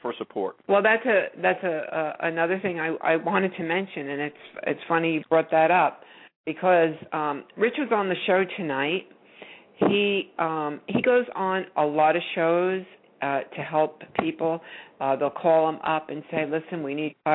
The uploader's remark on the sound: We open up the phone lines in our Trucking Open Forum show.